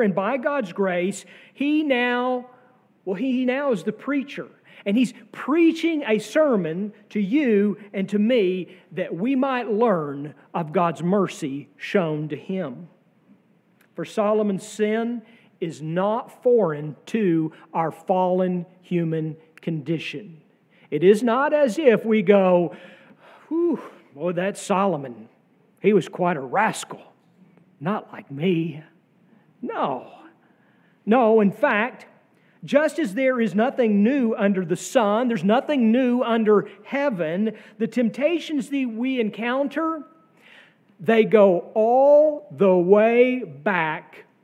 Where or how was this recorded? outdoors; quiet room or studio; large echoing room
large echoing room